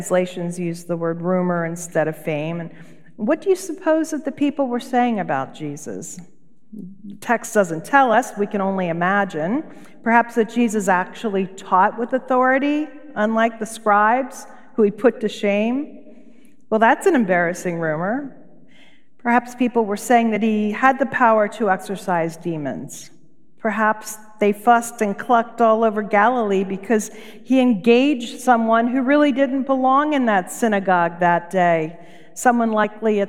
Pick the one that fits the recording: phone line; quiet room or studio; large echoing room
large echoing room